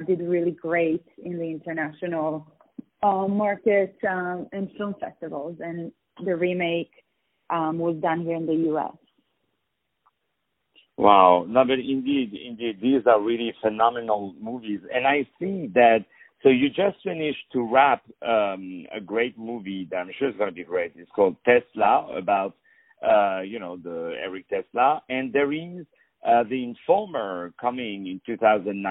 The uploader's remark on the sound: On the phone